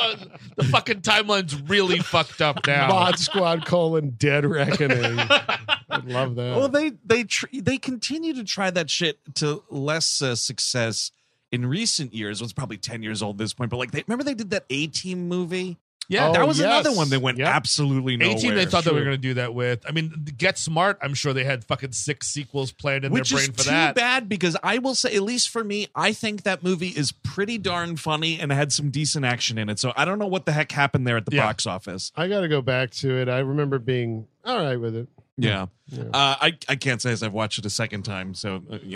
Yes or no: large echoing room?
no